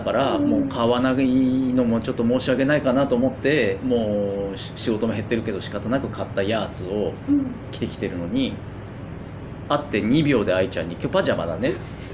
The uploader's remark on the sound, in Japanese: 初の屋外公開収録(ノー台本)に挑戦！